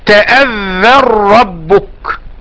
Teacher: فيدغم النون في لفظ تأذن في الراء في لفظ ربك · Term: إدغام